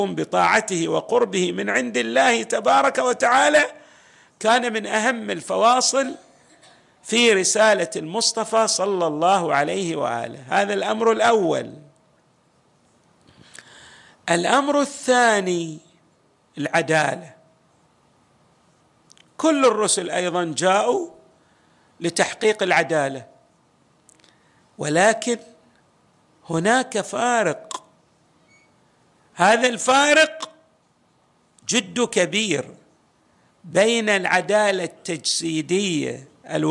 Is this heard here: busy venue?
no